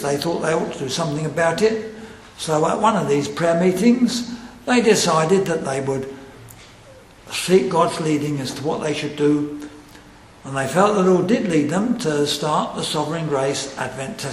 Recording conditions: large echoing room